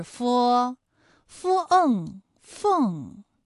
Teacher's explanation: 佛的发音技巧呢是，你要上牙轻触着下唇去发音